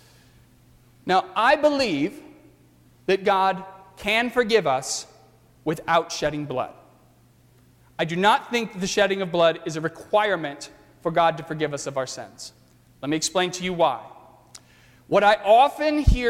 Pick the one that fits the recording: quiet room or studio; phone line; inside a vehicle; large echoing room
large echoing room